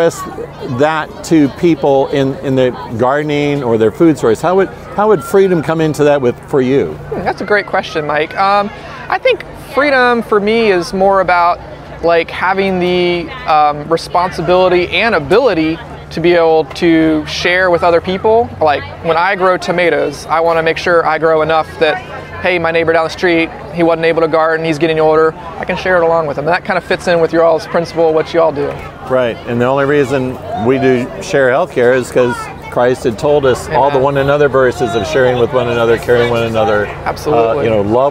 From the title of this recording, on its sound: Homesteaders Of America 2022 Conference